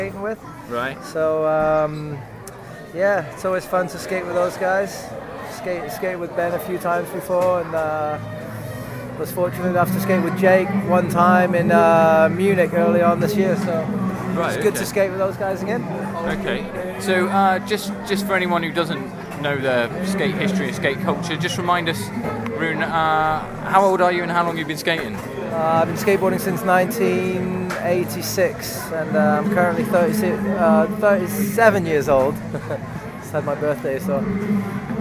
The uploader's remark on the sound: Audio from the 2011 Vans Concrete Carnival